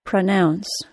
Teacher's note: Since the second syllable is stressed, the vowel sound of the first syllable is reduced to schwa.